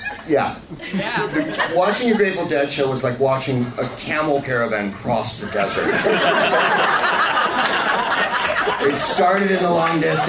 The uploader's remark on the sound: Live from the Punchline in San Francisco